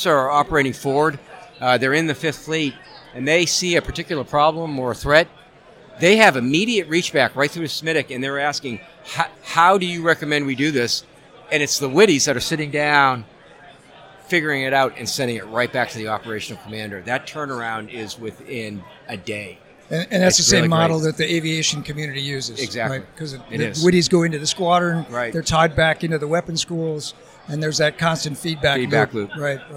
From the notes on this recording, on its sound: The Ship Boss Live from SNA.